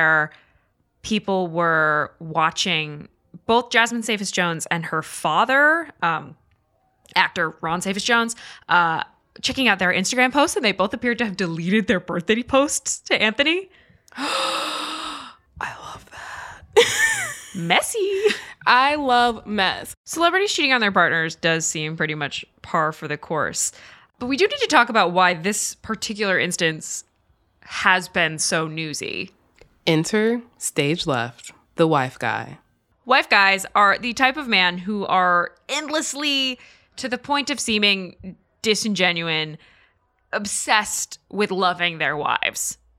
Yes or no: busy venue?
no